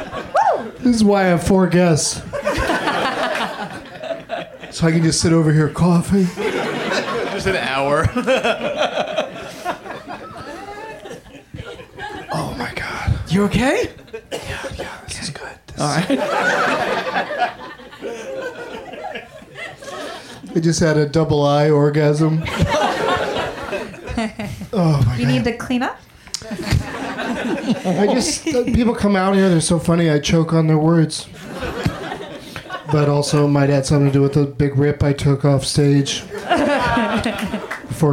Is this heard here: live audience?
yes